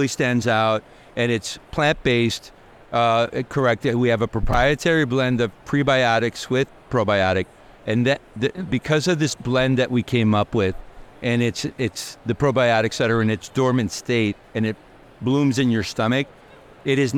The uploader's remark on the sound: recorded on the Expo East trade show floor